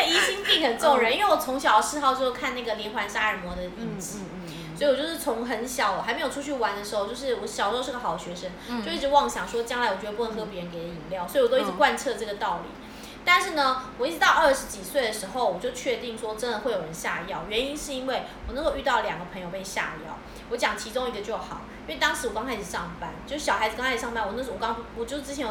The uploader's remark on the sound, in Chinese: 喝酒那些事系列由於是試錄集，收音設備非常陽春，請海涵～。